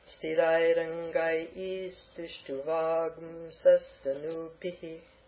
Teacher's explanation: That Anuswara is somewhere between u and a.